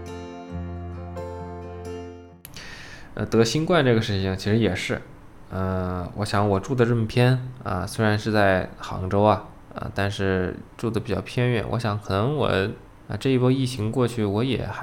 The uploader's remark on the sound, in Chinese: 录音时风噪没有完全处理好